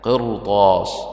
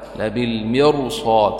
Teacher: ku yimid bay ka mid yihiin qowluhu tacaala fii qirtaasin qirtaas kasradeedu waa asli laakiin xarfu isticlaa oo taa ayaa ka daba dhacay saas awgeed waa la tafhiiminayaa